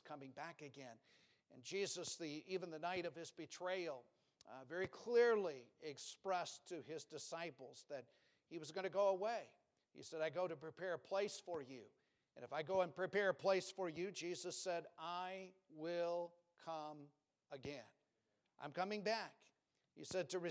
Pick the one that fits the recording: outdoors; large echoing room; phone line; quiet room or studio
large echoing room